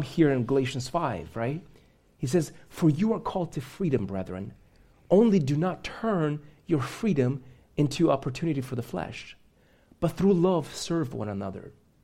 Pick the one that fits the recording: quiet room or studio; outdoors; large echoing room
large echoing room